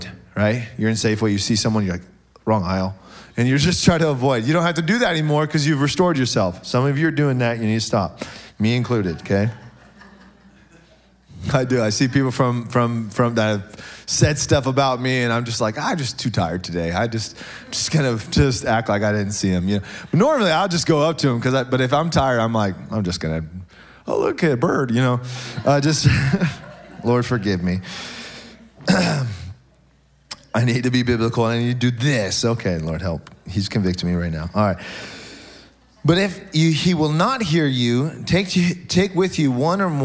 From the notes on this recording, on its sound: SOZO Church, Belfair Washington